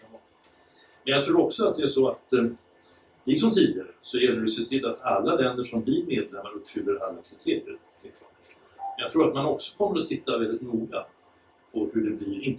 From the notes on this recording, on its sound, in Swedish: Klippet är taget från halvdagsseminariet Vilket EU vill vi ha? OBS: Samtalet är liveinspelat därav något dålig ljudkvaliet.